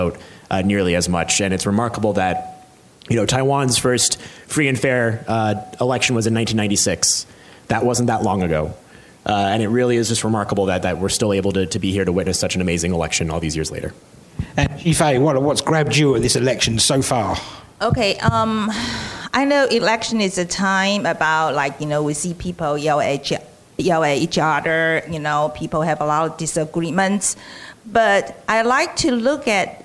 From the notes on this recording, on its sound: a special ICRT-TVBS World Taiwan election roundtable event recorded at the National Taiwan Normal University in Taipei